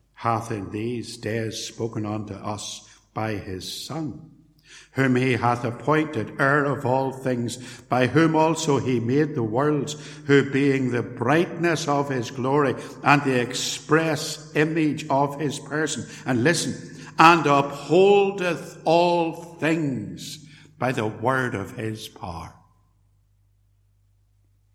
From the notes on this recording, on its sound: Sermon preached at Templepatrick Reformed Church